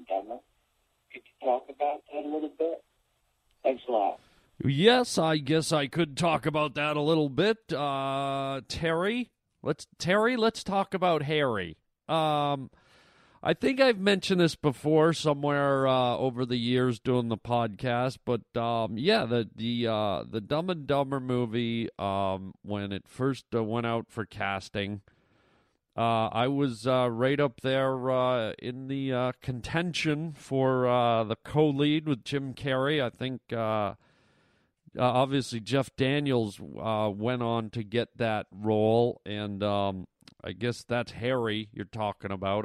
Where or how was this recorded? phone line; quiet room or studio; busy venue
phone line